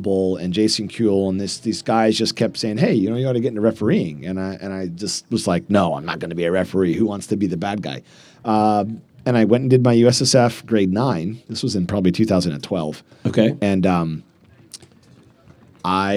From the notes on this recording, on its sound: Live at the Eastern Shore Premier Cup